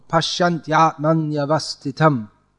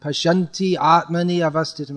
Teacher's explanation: It's all one flow. There's no stopping in between. · Shown in: first take · And there this ya before a vowel comes twice, which means if you pronounce it like Pashyanti Atmani Avastitam, you add two extra matras.